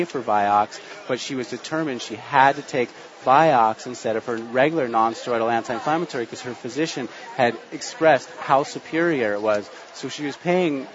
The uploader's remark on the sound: Live from Expo East in Baltimore, MD